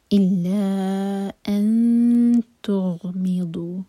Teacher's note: غین ساکن کے بعد می پر زور، اور ضاد زبان کے سائڈ سے. فی، یہاں رکیں گے تو فی چار حرف کا لمبا، مد عارض للسکون.